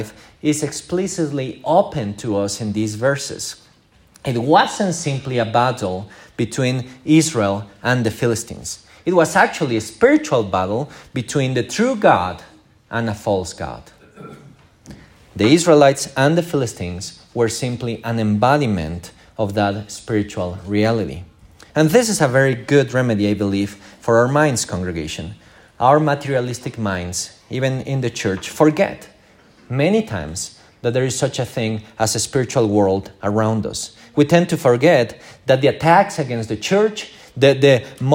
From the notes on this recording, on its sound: This is the recording of our morning service.